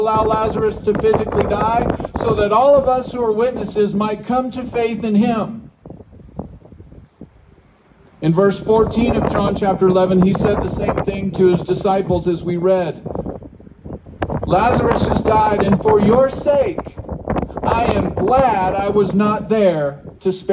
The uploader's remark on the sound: Waypoint Drive-in Christian Church. Sorry about the wind.